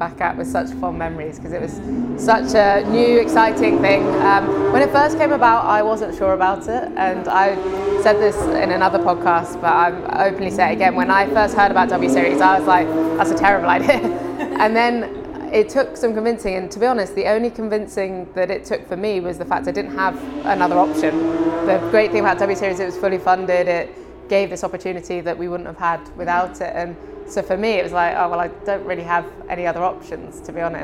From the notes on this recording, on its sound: Live From IndyCar. In California ahead of her season finisher at Laguna Seca.